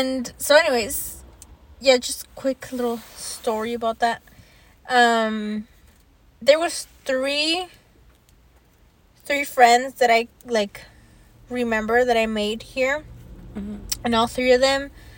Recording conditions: background noise